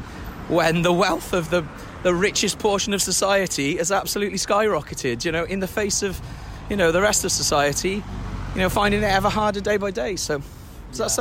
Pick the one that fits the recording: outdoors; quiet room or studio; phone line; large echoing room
outdoors